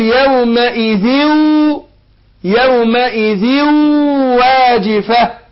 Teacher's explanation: تضغم في الواو او اضغمت في الواو اضغام بغن